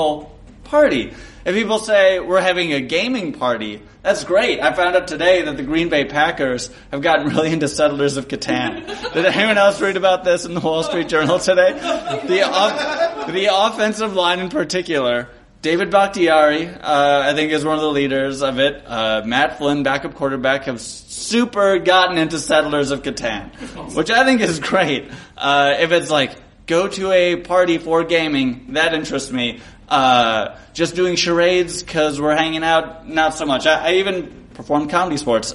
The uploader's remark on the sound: Midwinter Gaming Convention 2015. In Milwaukee, the first time we ever recorded our show outside Chicago!